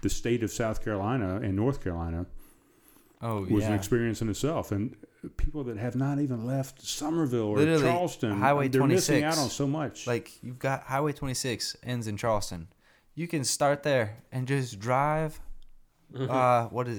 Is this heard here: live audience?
no